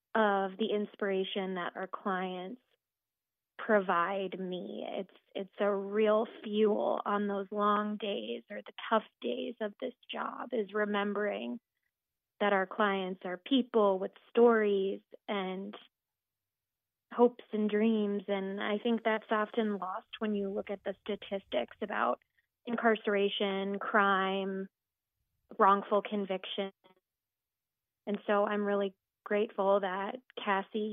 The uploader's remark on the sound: calls